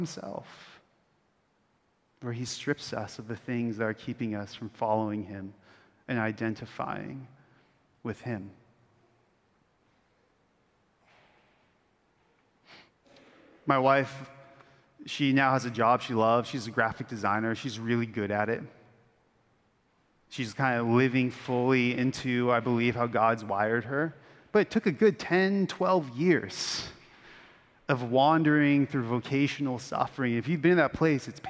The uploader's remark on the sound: Originally preached at Bethany Lutheran Church in Austin, Texas